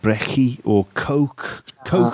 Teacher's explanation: the K sound becomes a H sound, right? Yeah, it sounds like it's like it sometimes sounds like French or German, you know.